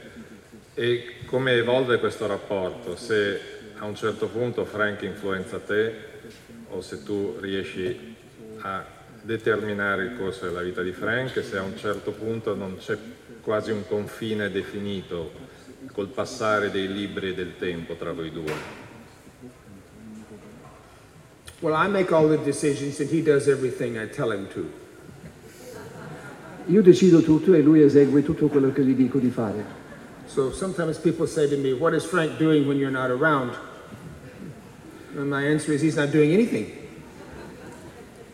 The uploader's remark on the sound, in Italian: al Festivaletteratura 2015